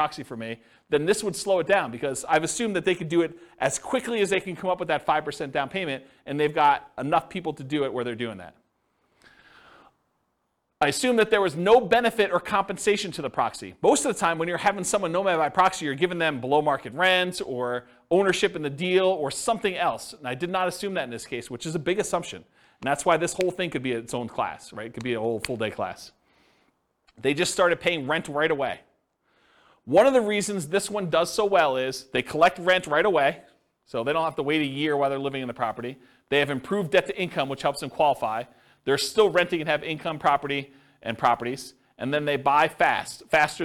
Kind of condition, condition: setting, live audience